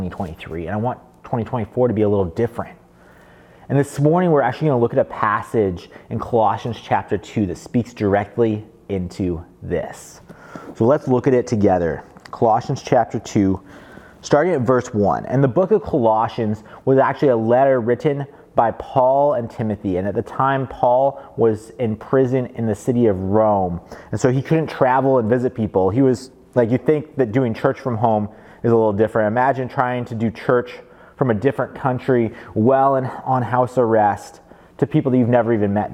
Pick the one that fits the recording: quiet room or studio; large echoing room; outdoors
large echoing room